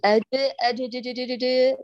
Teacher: هذا جيم دال، معناه أنك أشركت الطرف المخرج الدال مع الجيم، حتى لأنك خايفة ينفتح المخرج معك فشادة تقولي أج، وعرضت البقعة، أخذت الوسطة مع الطرف فخرج وأج أج هذا الصوت المشترك.